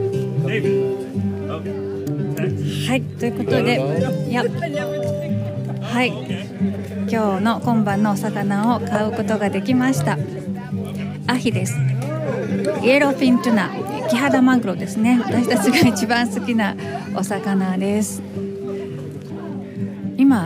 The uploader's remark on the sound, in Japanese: ファーマーズマーケットでホームパーティの買い出し。朝からファーマーズマーケットに行って、そこで収録してきました。